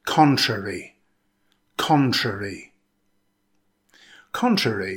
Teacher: Now, the word contrary is an adjective. It consists of three syllables. Stress the first syllable. It's pronounced contrary.